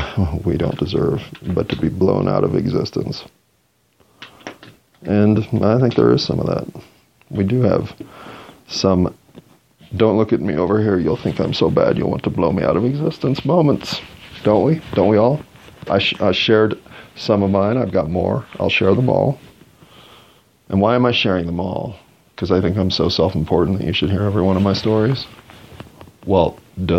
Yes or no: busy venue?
no